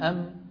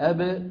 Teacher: أيضا من الشفتين. أم، لكن الميم فيها غنة من الخيشوم، الباء ليس فيها غنة